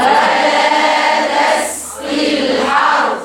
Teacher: لأن الراء في الحرث مفخمة، ما قبلها مفتوح ساكن مفخمة · Term: الراء فخمة